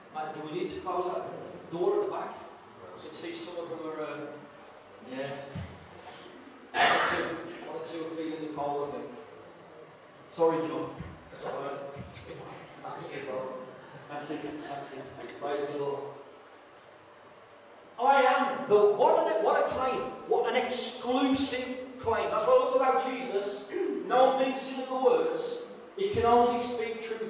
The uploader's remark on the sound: this is a live recording and at times the sound quality may not be the best due to external circumstances